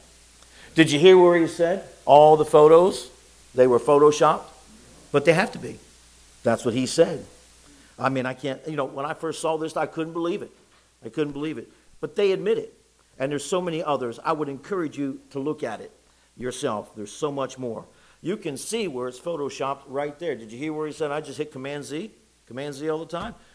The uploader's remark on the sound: It was preached in the evening service